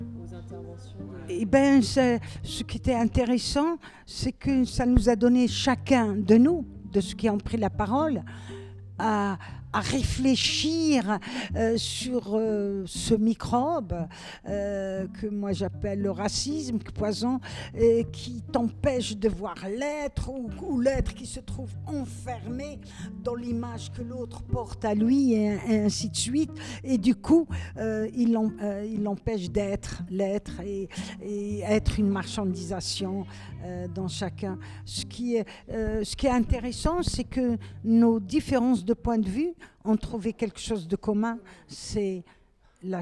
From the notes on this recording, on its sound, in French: Emission spéciale enregistrée pendant la 1ere édition du Festival : Les Femmes Ont de la Voix ! À Comme Vous Emoi, Montreuil.